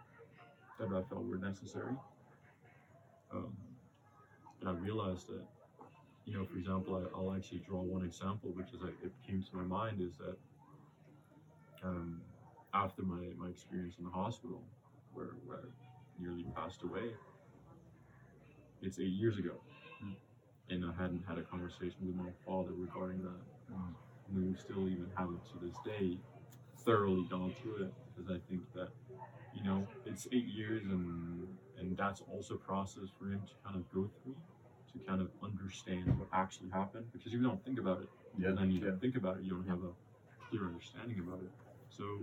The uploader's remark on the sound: There is some background noise. Was a noisy day in the park, and we're still becoming wiser with our audio setup.